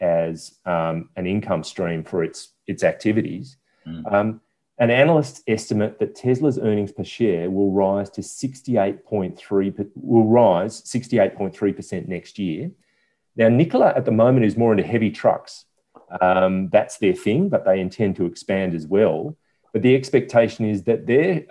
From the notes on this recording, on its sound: gather in cyberspace